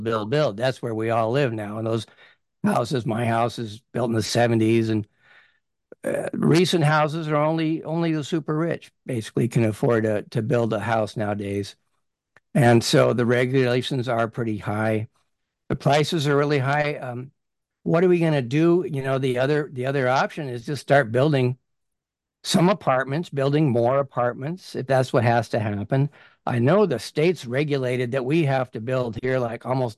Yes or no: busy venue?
no